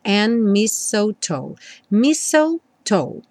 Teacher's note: O D do and não é pronunciado, então a letra N já junta direto no M.